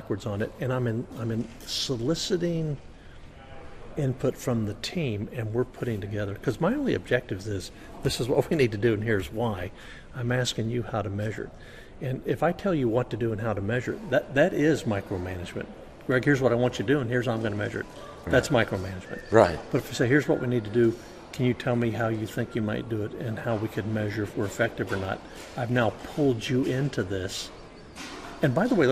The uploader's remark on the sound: From Reliable Plant Conference 2023